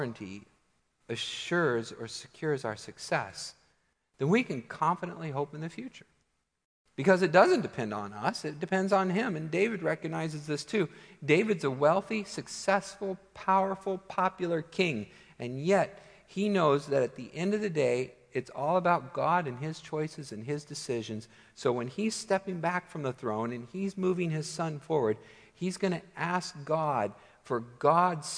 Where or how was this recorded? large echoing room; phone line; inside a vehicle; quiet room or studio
large echoing room